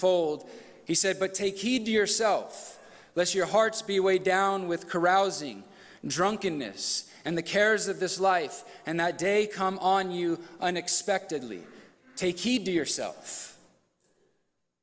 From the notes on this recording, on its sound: from the 2022 Southwest Men's Conference